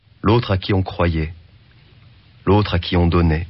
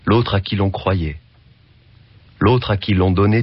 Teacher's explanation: stosuje rozdzielenie przez L z apostrofem dwóch następujących po sobie samogłosek, aby uniknąć przykrego dla ucha efektu zbitki · Shown in: second take